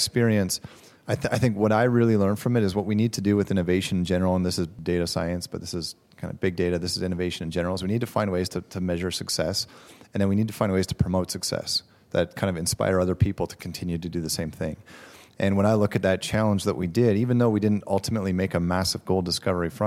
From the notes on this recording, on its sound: This episode features the Big Data and Automation panel at The Northern Miner’s 2019 Progressive Mine Forum in Toronto.